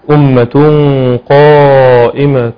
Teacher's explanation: تفخيم الغنة عند اخفاء التنوين عند القاف